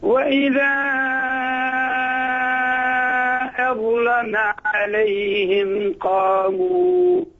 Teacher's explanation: وانتبه أيضا لتغليظ اللام في وإذا أظلم عليهم قاموا، هذه تغليظ اللام اللي قبلها ضاء.